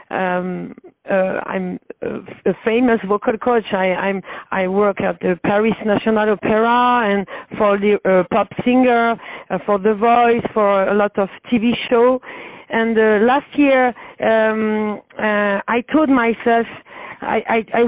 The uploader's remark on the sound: On the phone